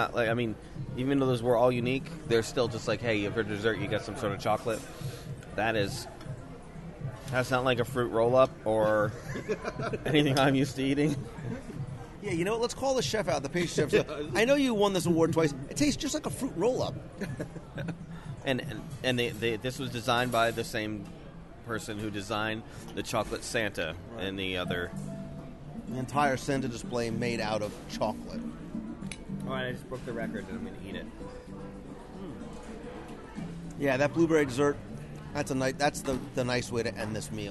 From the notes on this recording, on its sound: We’ll do a live restaurant review of BlueZoo and let you share in our overall dining experience, as we also chat with our server, the General Manager, Sommelier, and Executive Chef.